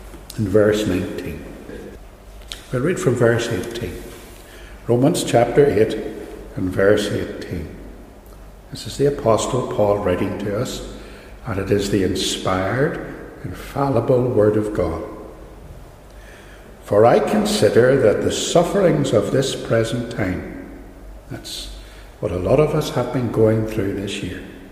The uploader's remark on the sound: a sermon from Ballymacashon, preached on the last Sunday of 2020